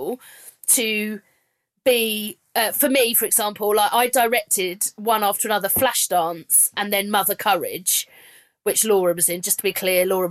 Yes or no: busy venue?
no